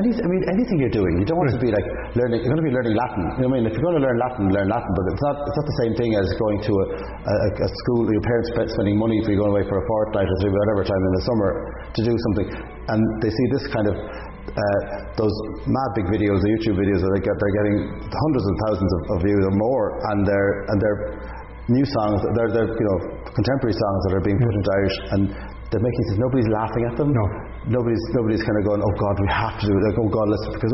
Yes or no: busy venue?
yes